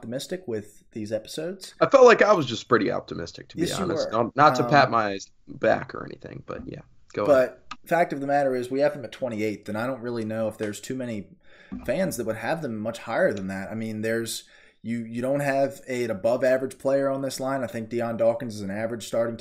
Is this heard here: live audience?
no